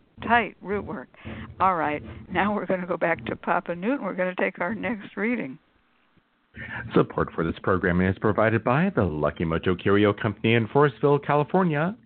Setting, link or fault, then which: link, phone line